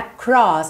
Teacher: esse R é enrolado, não tem jeito, tá? Ele tá no meio da sílaba, tem que ligar nesse O, não tem vogal anterior para você alongar, então vai ser across, tá bem?